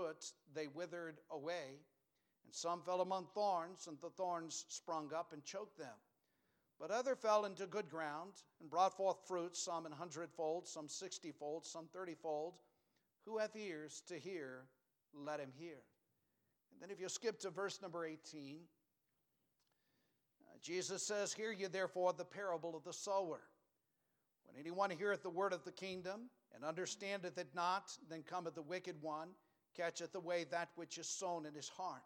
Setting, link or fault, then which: setting, large echoing room